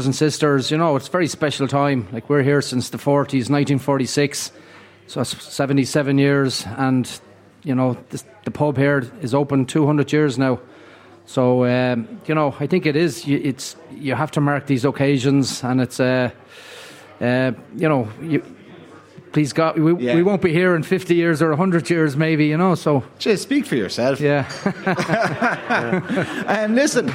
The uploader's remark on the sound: The Hard Shoulder is LIVE from The Palace Bar on Fleet Street in Dublin.